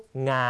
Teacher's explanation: วรรณยุกต์งางนะครับเสียงสูงไม่เปลี่ยนระดับนะครับเสียงอ่านจะคล้ายกับเสียงสามัญในภาษาไทย